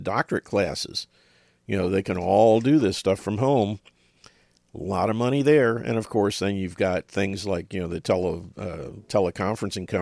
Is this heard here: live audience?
no